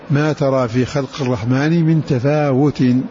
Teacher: بفتح الفاء مخففة وألف بعدها كما تلفظ كما قال الناظم من تفوت على القصر والتشديد شق تهللا.